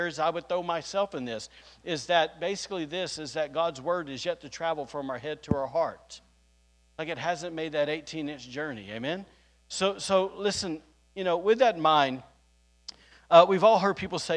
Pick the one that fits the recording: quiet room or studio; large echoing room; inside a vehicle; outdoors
large echoing room